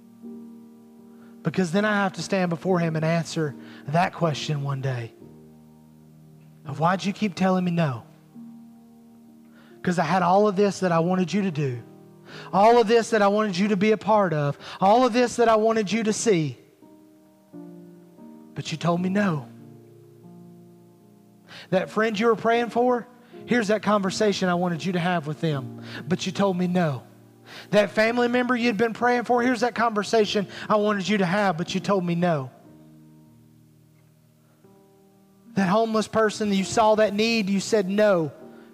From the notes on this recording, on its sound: Recorded at Highland Baptist Church Molino FL